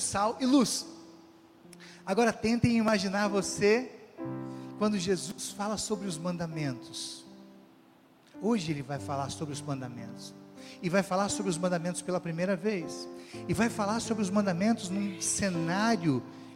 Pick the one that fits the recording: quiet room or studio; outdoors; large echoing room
large echoing room